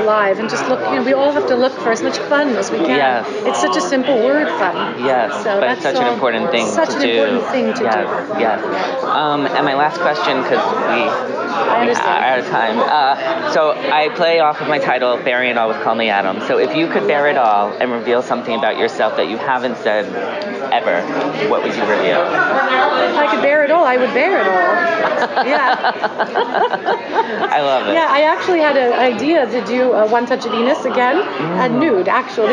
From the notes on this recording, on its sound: live from Feinstein's/54 Below press day